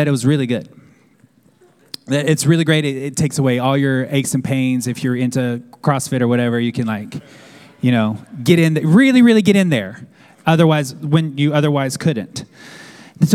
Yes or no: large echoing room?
yes